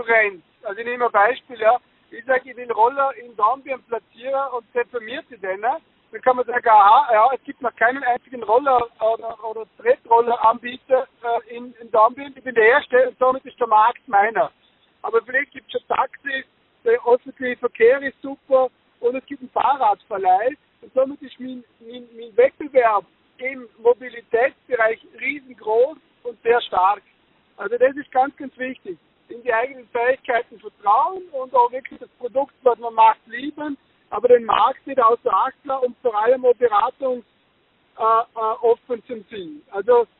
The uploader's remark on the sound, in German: Telefoninterview